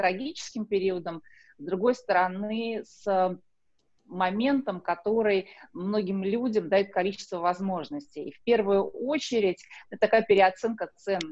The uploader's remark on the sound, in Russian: Запись «карантинная» - через zoom. Запись «карантинная» - через zoom.